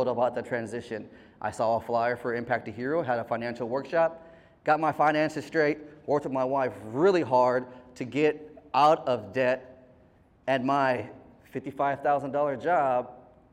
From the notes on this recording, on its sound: a heartfelt speech delivered by our very own host at the Medical Center's "Veterans, Red, White, and You" event on July 13th, 2023